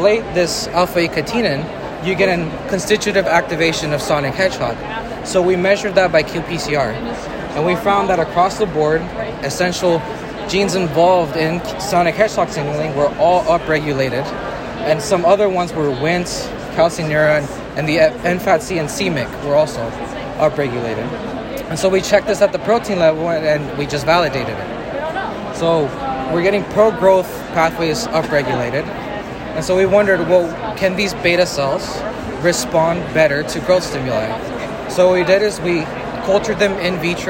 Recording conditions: busy venue